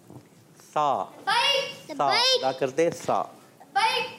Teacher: जबान का सिरा और ऊपर के दांतों के अंदरूनी किनारे से · Term: सा का मखरज